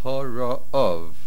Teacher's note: The main accent is on the ayin.